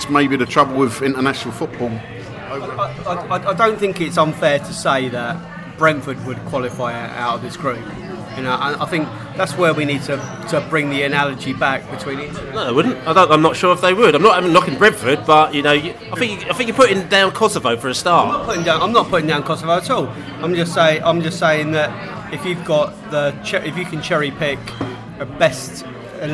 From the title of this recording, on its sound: Podcast From the Pub